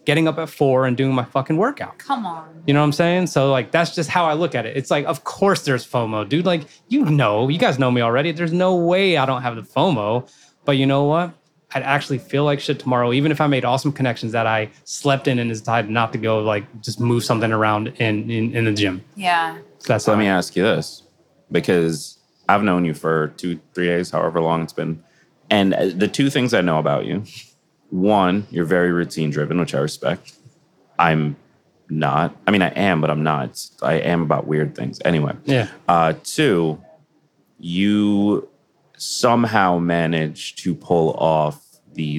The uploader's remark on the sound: recorded at Podcast Movement 2021 in Nashville